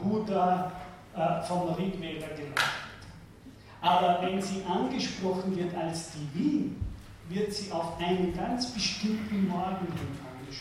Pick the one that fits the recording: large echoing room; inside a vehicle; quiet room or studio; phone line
large echoing room